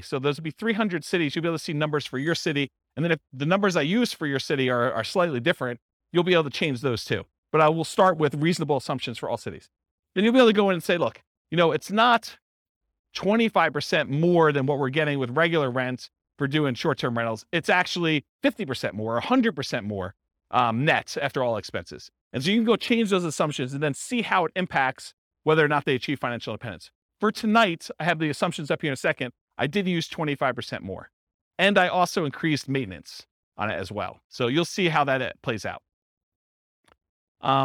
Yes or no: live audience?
yes